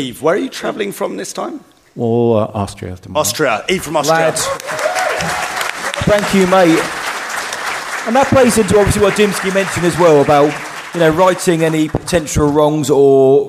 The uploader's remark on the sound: We went LIVE at Star Wars Celebration with our panel on the Holonet Stage and HERE is the panel itself! Get the audience involved too. ALSO, our Bib's Bash live appearance and quiz is included.